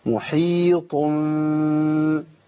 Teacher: ده احنا عندنا طاء مطبقه مستعليه قويه جدا، اقوى حروف الهجاء على الاطلاق. يبقى لابد من التخليص بسهوله.